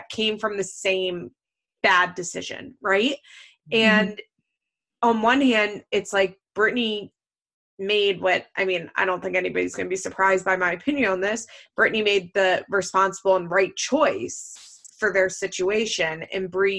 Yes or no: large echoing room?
no